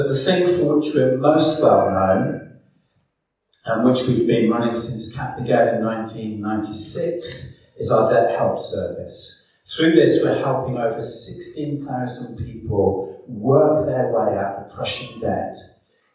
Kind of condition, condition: fault, echo